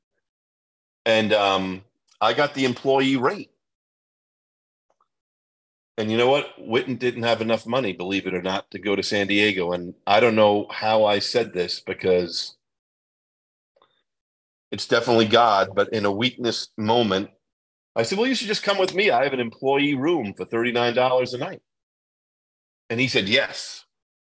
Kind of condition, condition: link, video call